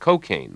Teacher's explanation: Up to a generation ago, the only standard pronunciation was cocaine, with the stress on the second syllable, as in Cole Porter's line, "I get no kick from cocaine." Now it's common to hear newscasters talking about cocaine, with the stress on the first syllable, a street pronunciation that comes from the speech of inner-city blacks.